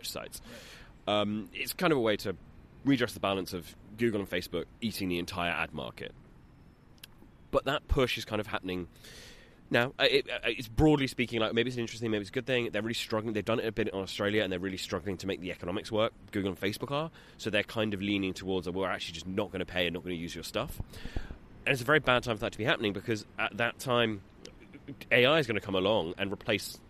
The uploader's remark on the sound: we did a little recording session out in a park